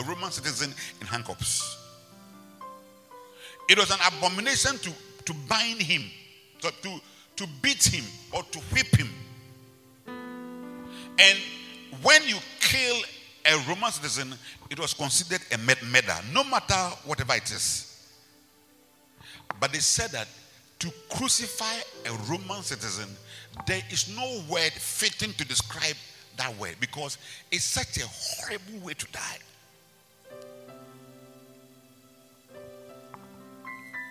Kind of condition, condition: setting, large echoing room